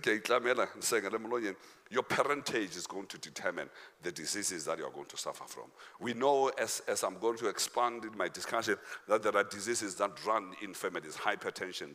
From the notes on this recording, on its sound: Men Of Hope Conference 2022 Day 3 Second Session